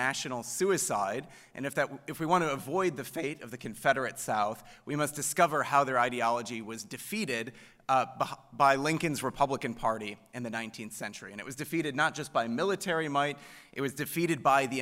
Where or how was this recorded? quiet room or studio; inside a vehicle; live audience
live audience